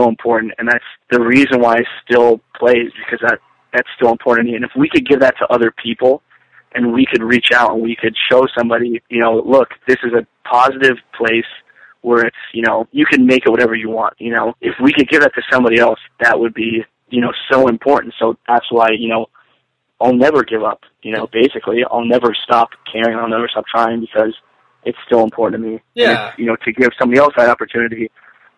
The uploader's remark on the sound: We hopped on the phone one morning.